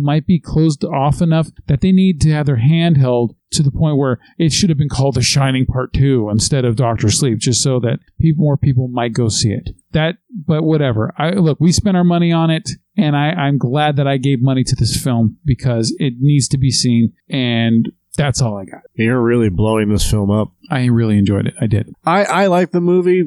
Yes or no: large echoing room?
no